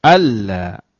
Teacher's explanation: Jadi memasukkan itu idgham itu artinya memasukkan bunyi huruf nun yang mati ke dalam huruf lam. Nunnya hilang. · Term: Idgham tanpa dengung